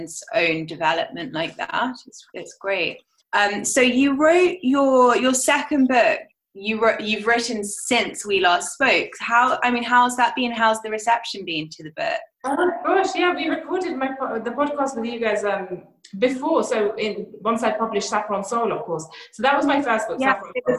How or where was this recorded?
video call